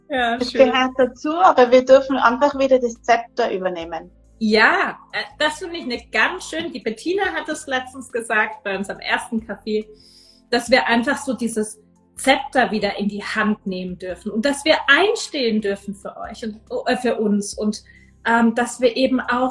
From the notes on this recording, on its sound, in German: Live-Interview auf Instragram